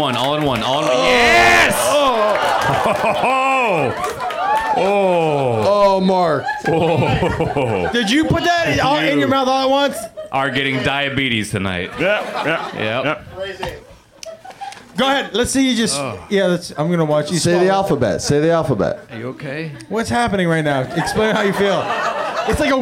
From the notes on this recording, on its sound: Live from the UCB Franklin.